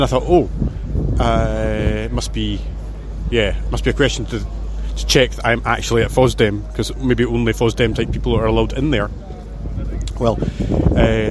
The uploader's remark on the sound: FOSDEM first impressions. This audio is recorded in snippets in between manning the stand and gives some off-the-cuff observations from a FOSDEM noob.